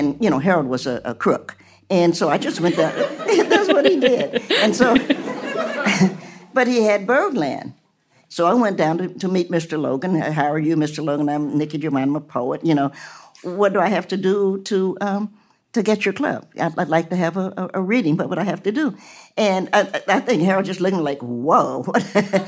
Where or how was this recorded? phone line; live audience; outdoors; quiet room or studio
live audience